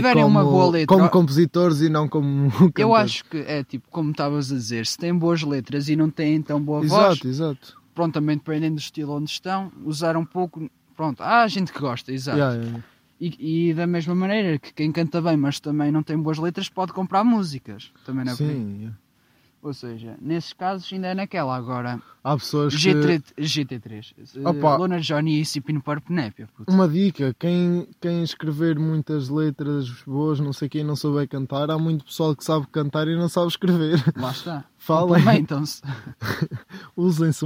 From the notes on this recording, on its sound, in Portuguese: gravado no meio da serra ao pôr do sol